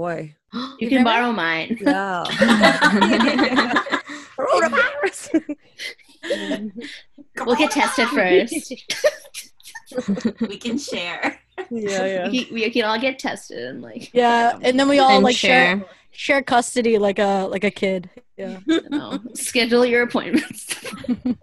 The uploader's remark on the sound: The girls back with another zoom session episode.